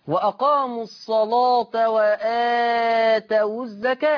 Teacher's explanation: الصلاة لا تمد وصلا إلا بمقدار حركتين مدا طبيعيا